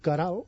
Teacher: En català oriental s'hauria de dir queral, amb una, no una A, sinó una neutra en la primera síl·laba